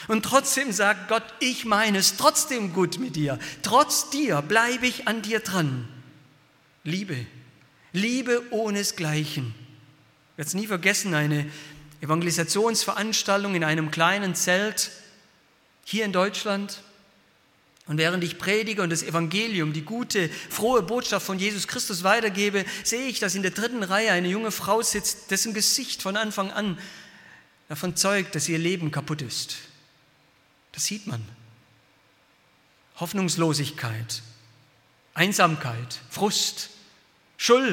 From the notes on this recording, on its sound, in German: aus dem Gottesdienst der Liebenzeller Mission